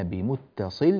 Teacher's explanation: بمتصل بسكون اللام حتى يتزن البيت، يعني مسكن للضرورة الشعرية، وذا بمتصل يعد.